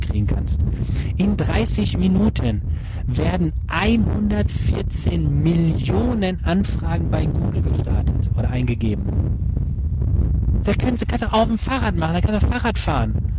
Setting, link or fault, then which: setting, outdoors